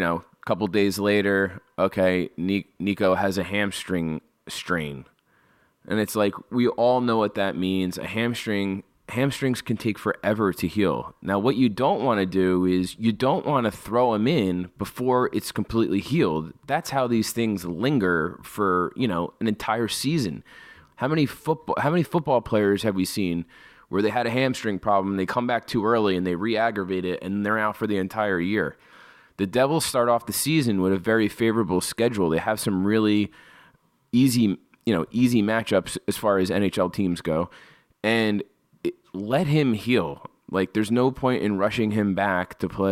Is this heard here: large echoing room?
no